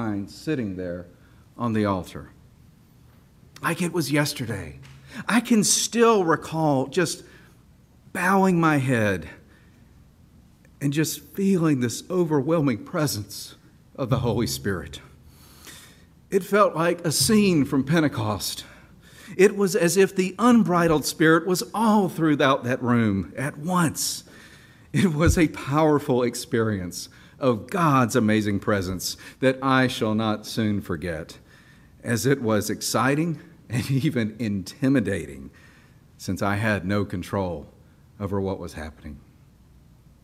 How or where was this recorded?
large echoing room